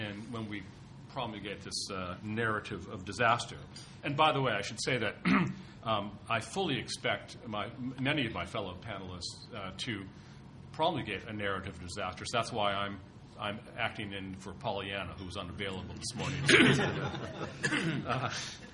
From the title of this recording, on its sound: TNC/SAU Conference